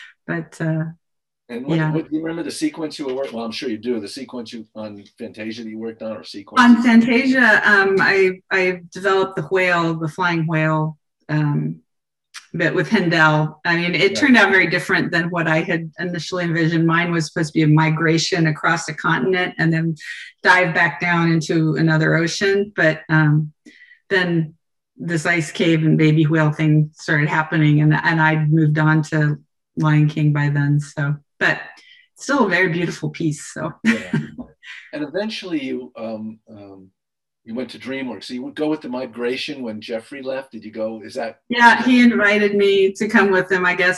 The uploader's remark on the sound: Took part in a virtual conversation. In this online session presented by VIEW Conference in partnership with ASIFA-Hollywood.